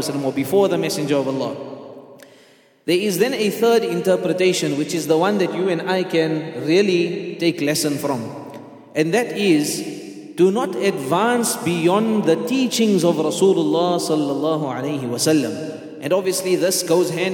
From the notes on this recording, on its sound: At the Houghton Masjid (West Street).